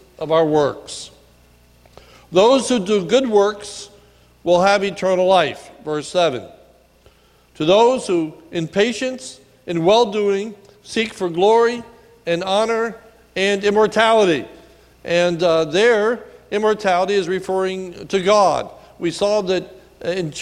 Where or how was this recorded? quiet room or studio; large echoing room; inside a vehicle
large echoing room